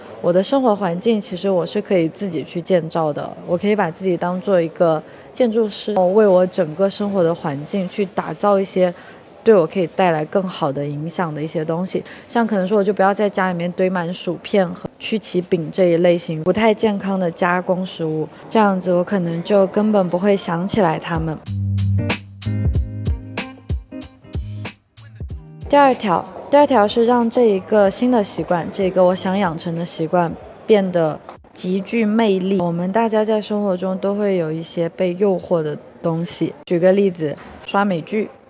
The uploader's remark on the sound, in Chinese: 这一期在克罗地亚的杜布罗夫尼克机场录制